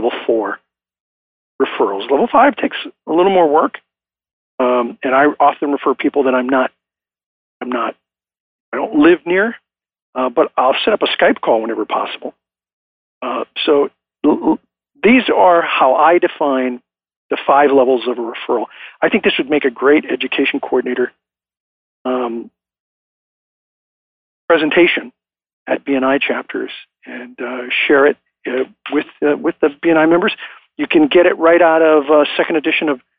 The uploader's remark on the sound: I am coming to you from Live Oak Recording Studio in Berkeley, California. I am joined on the phone today by the Founder and the Chief Visionary Officer of BNI.